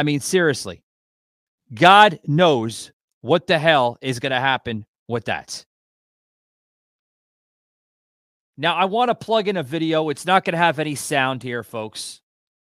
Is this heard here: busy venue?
no